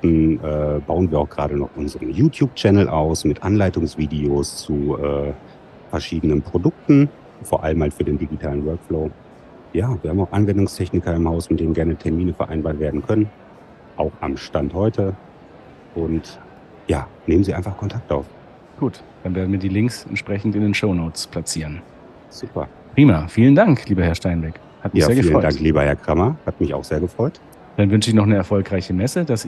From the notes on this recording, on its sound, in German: Live auf der IDS 2023 nehmen wir Special Editions von Dental Lab Inside auf.